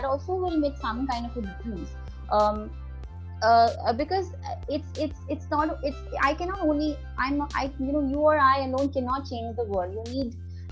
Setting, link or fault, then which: link, video call